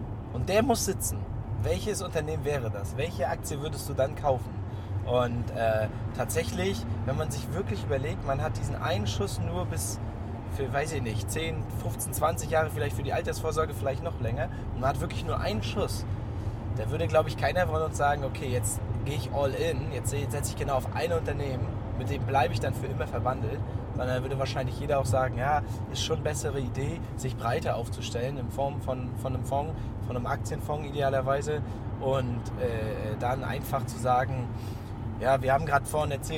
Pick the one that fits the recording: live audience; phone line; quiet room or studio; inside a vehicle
inside a vehicle